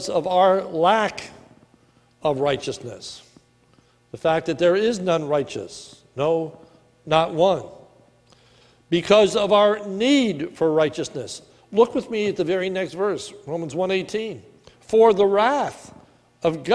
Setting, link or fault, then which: setting, large echoing room